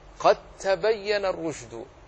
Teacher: أضغمت في التاء وانمحت نهائيا صفة ومخرجا، فلم تبق إلا التاء المشددة